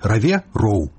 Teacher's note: беларускі гук «в» лёгка пераходзіць у паўгалосны гук «у» нескладовае